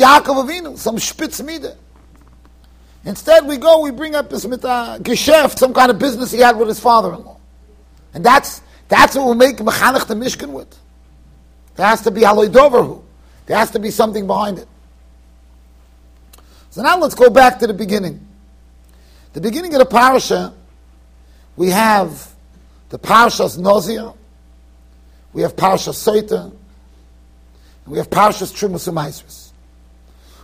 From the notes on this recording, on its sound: Shiur recorded in Yeshivas Ohr Reuven, Monsey NY.